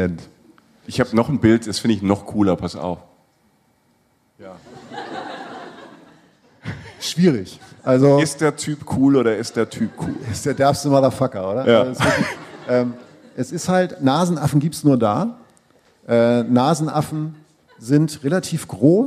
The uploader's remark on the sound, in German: Live aufgenommen auf unserer „Reisen Reisen – Der Podcast“-Tour in Berlin. Live aus Berlin!